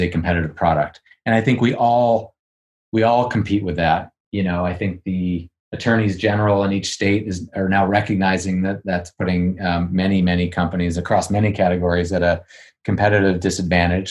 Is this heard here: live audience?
no